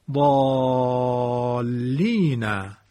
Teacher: و از همین قبیل مثلا برای تشدید ضالین، این لام مشدد باعث مد الف ضالین می شود.